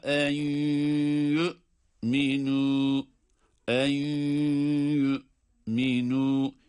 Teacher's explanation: İdgamı maal hunne var burada. Yani cezimli nundan sonra ya harfi geldiği için hem idgam yapıyoruz hem de tabi maal hunne demek suretiyle de ona da gunneli olduğunu da anlıyoruz.